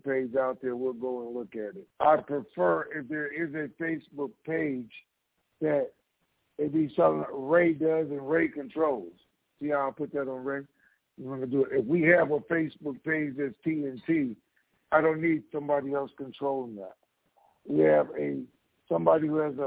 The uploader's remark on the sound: Conference Call